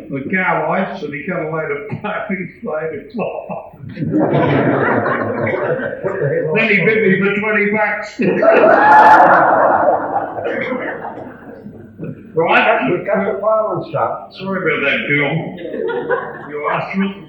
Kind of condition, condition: fault, poor sound quality